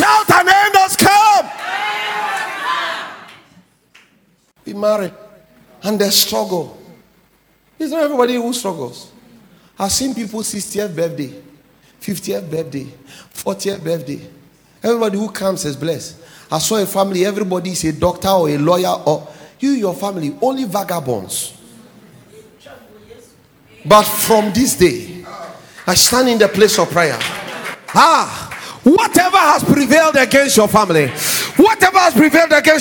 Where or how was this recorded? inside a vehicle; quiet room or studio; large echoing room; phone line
large echoing room